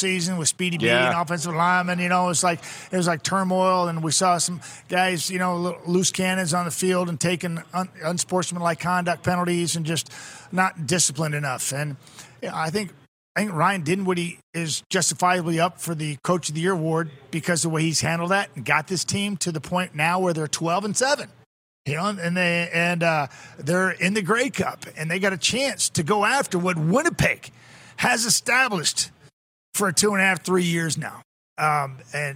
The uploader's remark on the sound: Welcome back to Grey Cup Week in Regina, SK! We are LIVE from Baller's Rec Room.